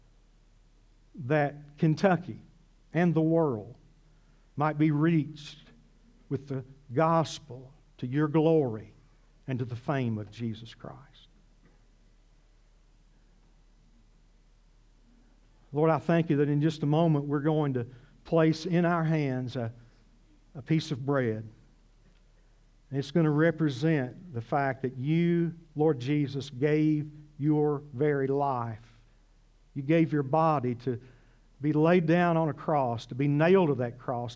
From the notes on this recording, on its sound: This sermon was originally preached at CCC